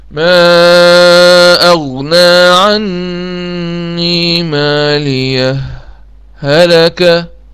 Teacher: السكت ليس فيه تشديد على الهاء الثانية، يعني أقف